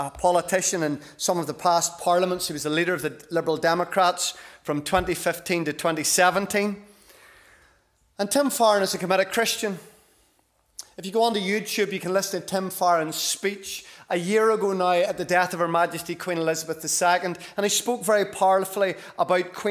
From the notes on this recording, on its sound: This is the recording of the Bible reading and sermon from our evening service on Sunday 8th October 2023.